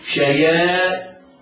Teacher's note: وإذا خلوا إلى شياطينهم، انظر شياطينهم، إياك وأن تقرأ خطأ شياطينهم كما يفعله بعض الناس، لا الشين موققة شا والياء مرققة شياء، والألف تابعة للياء في الترقيق